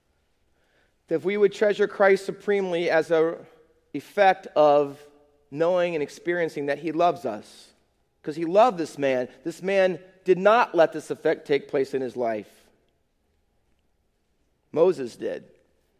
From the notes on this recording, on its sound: Faith Baptist Church in Hamilton, NJ.